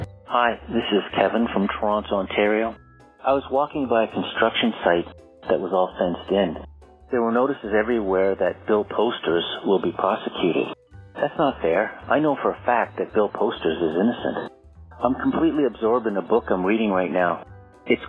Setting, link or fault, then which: link, phone line